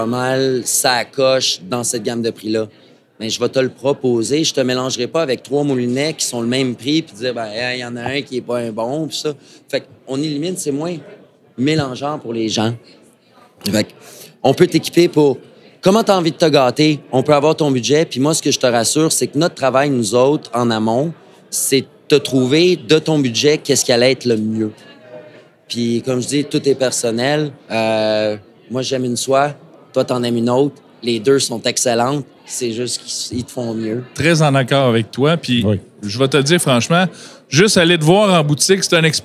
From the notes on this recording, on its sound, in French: Dernier de 4 podcasts enregistrés au salon de la pêche à la mouche de Trois-Rivières